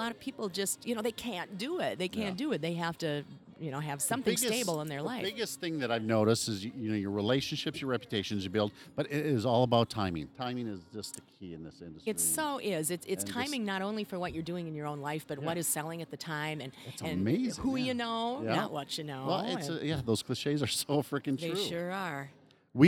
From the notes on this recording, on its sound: Recorded on location at Nonna Rosas Wine Bar. We sat outside on the patio.